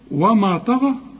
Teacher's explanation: الطاء والغين هم المفخمين، وكمان المد بتاع الغين طغى مفخم برضه